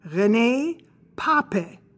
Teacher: So we automatically say René, because the accent is on the last syllable. His last name is Pape, actually with the accent on the first syllable, but with a different kind of an E at the end.